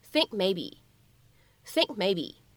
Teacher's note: think maybe 放在一起呢，我们可以有一个非常自然的、不完全爆破的处理